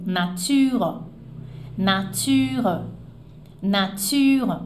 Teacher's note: Aquele E do final, ele existe, mas ele é caído.